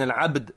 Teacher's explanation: الباء مقلقلة والدال مقلقلة · Term: القلقلة